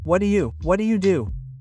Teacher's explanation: The W is a U and the D becomes a soft R.